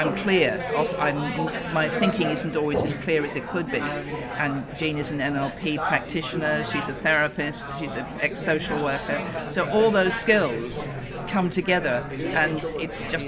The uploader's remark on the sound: NEU LGBT+ Educators' Conference 2024. In this episode we capture the conference by speaking with organisers, guests, and stall holders.